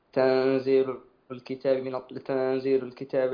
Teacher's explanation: الإخفاء عندنا نون ساكنة وبعدها الزاي والزاي من حروف الإخفاء